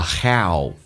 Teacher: How,在英式发音发 How,美式发音先发 A 再发 U 叫 How,所以它的起始音第一个是 A 再发 U